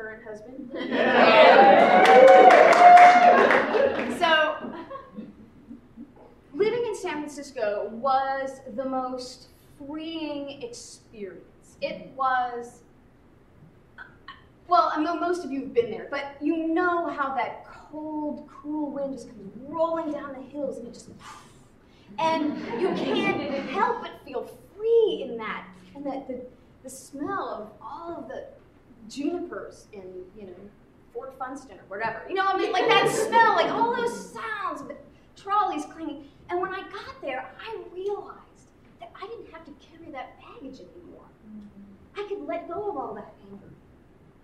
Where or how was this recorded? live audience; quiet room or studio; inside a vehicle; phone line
live audience